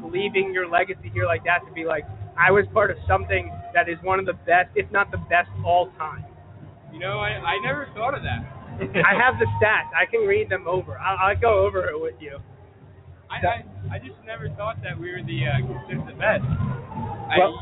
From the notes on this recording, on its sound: Broadcasting LIVE from the Wilson High School (West Lawn, PA) gymnasium for the schools 2015 MiniTHON event.